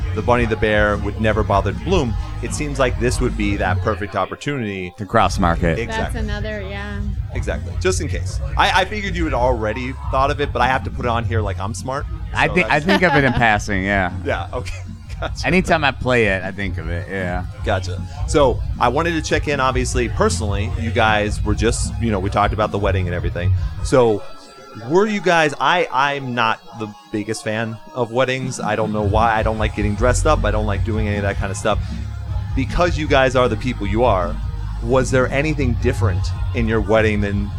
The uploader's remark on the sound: Join the show in person at Come And Take It Live in Austin.